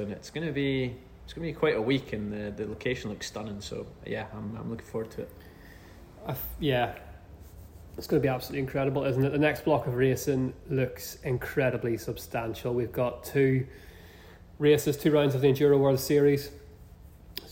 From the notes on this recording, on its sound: Someone has let us record the podcast in a brewery! Report in from Tempest Brewing Co.